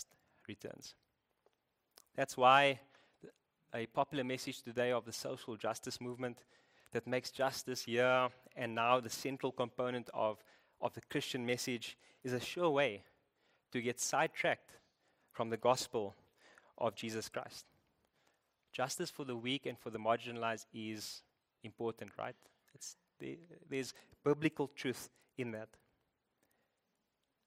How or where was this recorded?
large echoing room